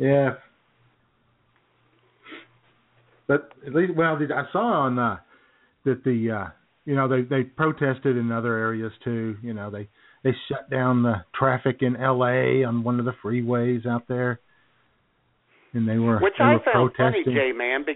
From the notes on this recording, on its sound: Take your phone calls. IWS Radio.